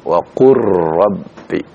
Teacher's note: Jadi dibaca dengan idgham masuknya huruf lam kepada huruf ra ya. Sehingga ya, tidak lagi terdengar huruf lamnya.